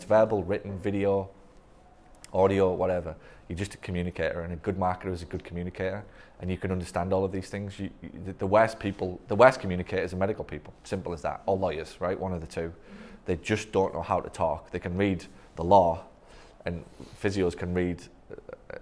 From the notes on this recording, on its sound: This one is a conversation I recorded at a recent Mastermind Event in New Orleans. It was in a room full of marketing assistants and front desk people who where at the event with their boss.